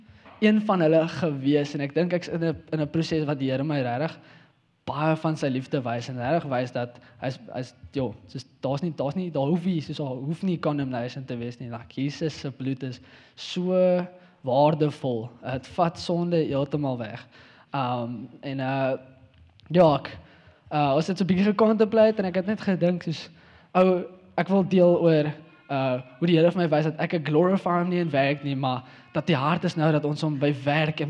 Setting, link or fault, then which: setting, large echoing room